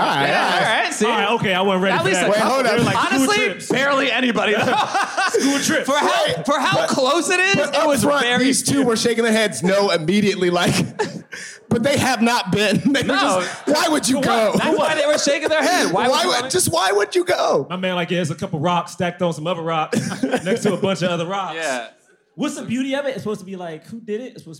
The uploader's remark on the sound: LIVE from London Podcast Festival